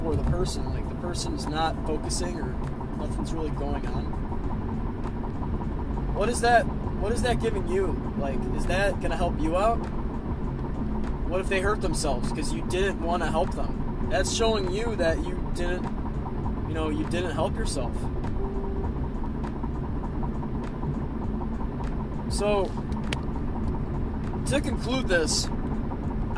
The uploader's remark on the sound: Just a little rant from my car on my way home from work!